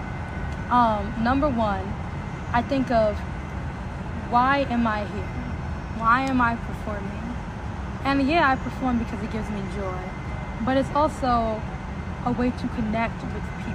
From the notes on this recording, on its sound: Outside of the Amazon Spheres in Seattle! There might be some outside background noise.